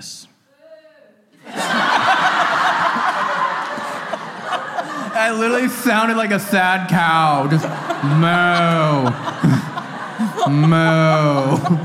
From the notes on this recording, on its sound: This episode was filmed in front of a live audience at the haunted Galleries of Justice in Nottingham, UK on October 22, 2022.